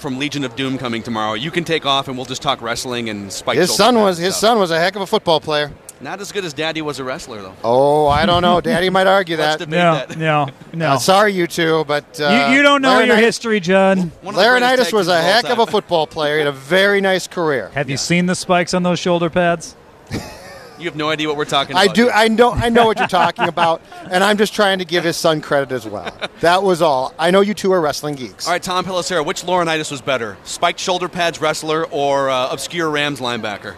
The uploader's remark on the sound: Live from Radio Row.